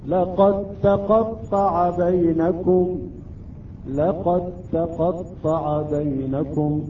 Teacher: هنا تدغم الدال في التاء ولا نأتي بقلقلة الدال · Term: إدغام الدال في التاء